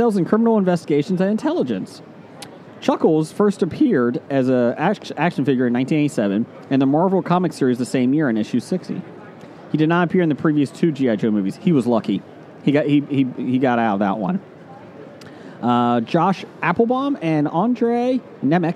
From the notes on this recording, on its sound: Recording from their swanky booth on day one of the Cincinnati Comic Expo!